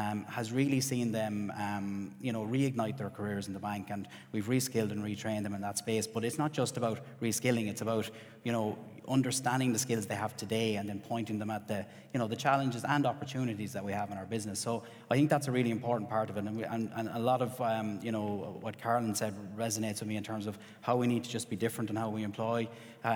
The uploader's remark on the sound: Today’s episode goes back to our 12th Annual CEO Breakfast Forum. At Bank of Ireland.